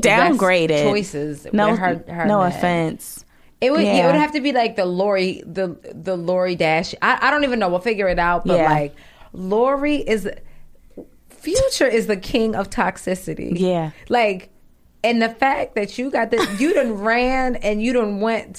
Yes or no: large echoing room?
no